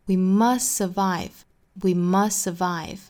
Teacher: Must 尾部的 t 省掉。Must 跟后面的 survive 这个相同的辅音，我们只发一个就可以了。发的时候呢，中间时间稍微延长一些。